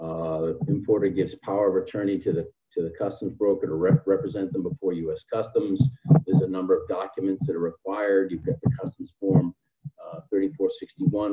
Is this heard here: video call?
yes